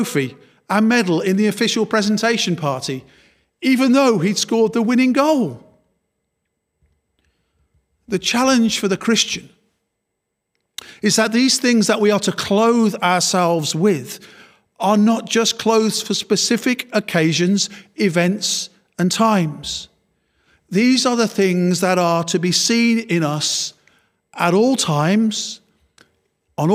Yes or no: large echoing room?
yes